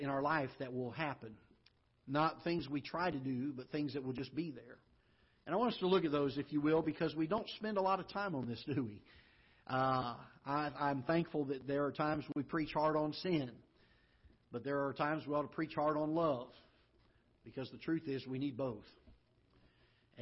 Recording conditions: large echoing room